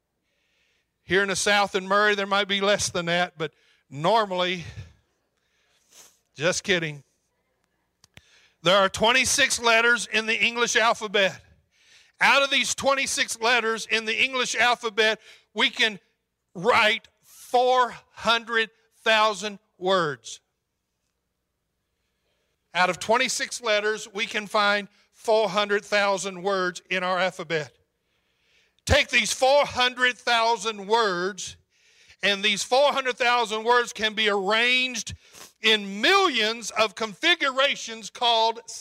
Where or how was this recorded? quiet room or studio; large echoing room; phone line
large echoing room